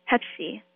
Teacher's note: In Korean, we say it with an SH